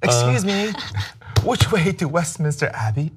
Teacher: at the end of the sentence, instead of just going down, my inflection would go up